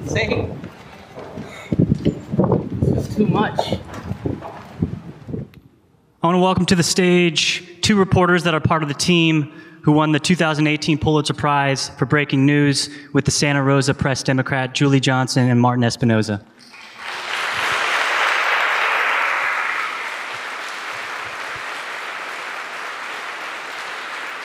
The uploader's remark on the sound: Live Event. Interviewed those reporters at the live show The Fire Tapes, a joint event with Snap Judgment.